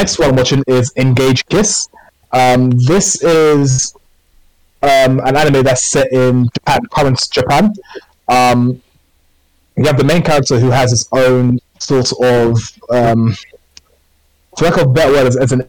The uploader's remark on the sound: Apologies for the audio quality and dodgyness. My internet was just not having it on the recording.